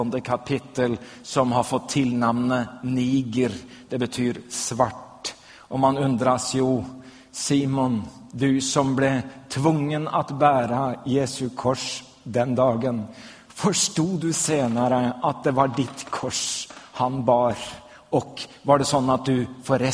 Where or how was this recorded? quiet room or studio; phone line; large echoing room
large echoing room